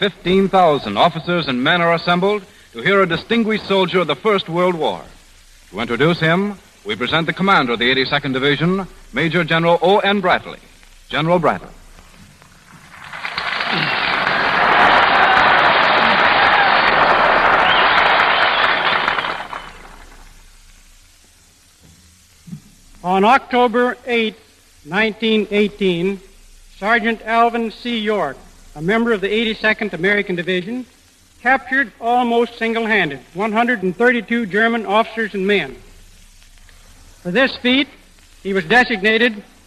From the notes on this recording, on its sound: War Department and recorded live at military bases around the country. This episode was recorded at Camp Claiborne, Louisiana.